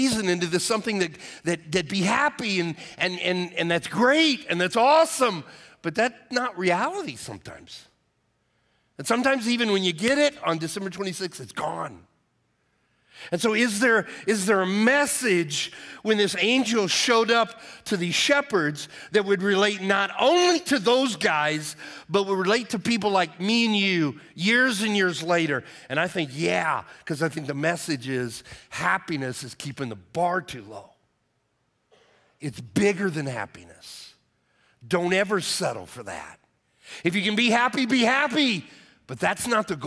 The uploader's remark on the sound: Message delivered on 12/24/22 for our Christmas Eve Service